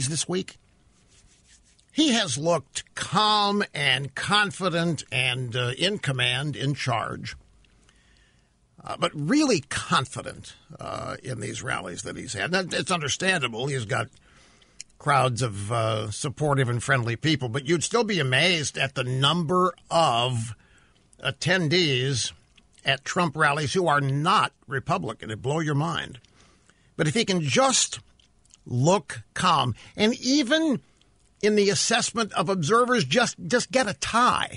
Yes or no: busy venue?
no